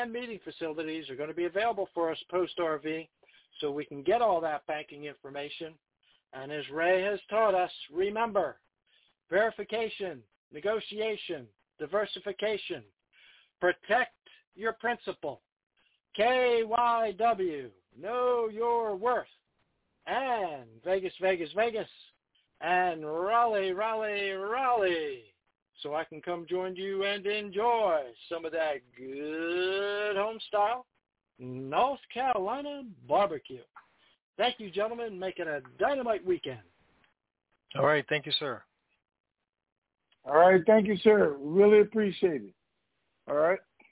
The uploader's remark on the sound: TNTSuperfantastic Conference Call